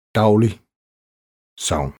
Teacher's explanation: Som diftong. U-lyd. AG er lige med AU.